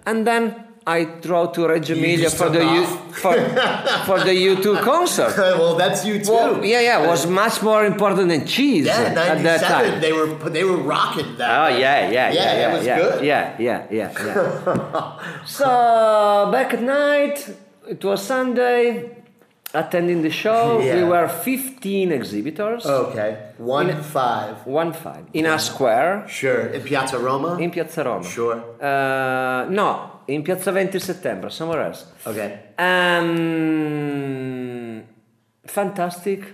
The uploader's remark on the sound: reports live from Bra Cheese.